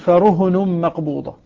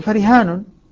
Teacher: يضم ويقصر يعني يحذف الألف · Shown in: first take · Term: القصر